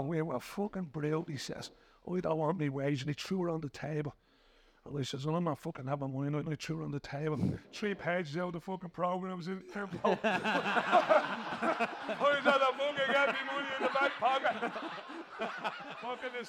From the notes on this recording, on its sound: Joined us on stage. LOI Central Live.